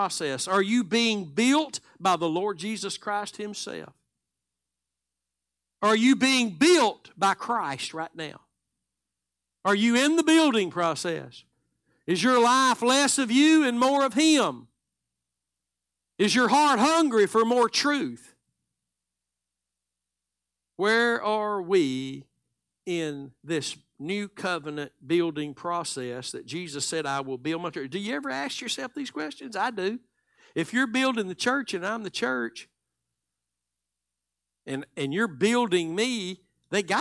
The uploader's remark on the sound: Live Sunday Morning Service